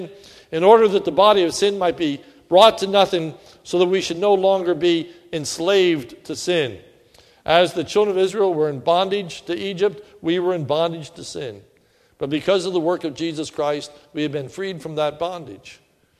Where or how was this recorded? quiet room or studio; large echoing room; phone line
large echoing room